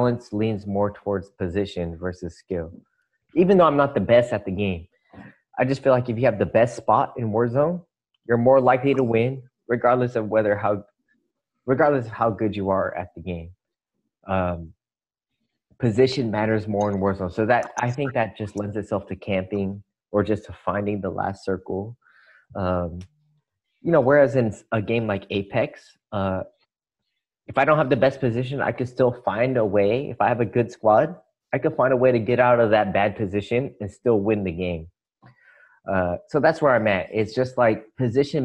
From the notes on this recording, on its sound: For the first time the guys get together through Zoom because of COVID-19.